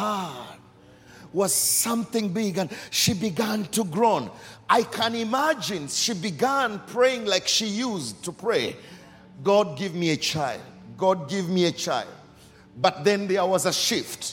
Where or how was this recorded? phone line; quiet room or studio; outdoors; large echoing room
large echoing room